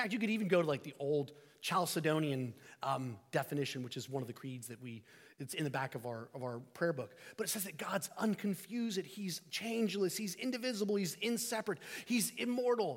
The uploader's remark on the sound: Sermon preached at 1030am, 24 DEC 2023 at St Peter the Fisherman, NSB.